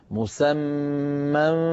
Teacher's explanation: لابد من إظهار الغنة في الميم المشددة